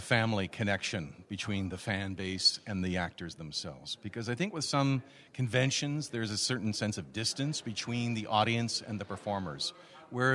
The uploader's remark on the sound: Dial the Gatecon. Please note, as this was a LIVE, on-site event, this episode is not optimized for an audio podcast. LIVE on the Gatecon convention floor!